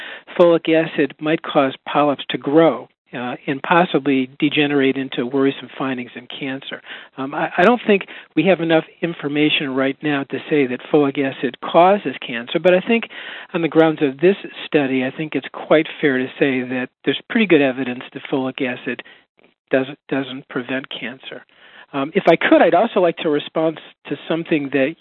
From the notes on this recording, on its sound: July 2007 Author in the Room® Teleconference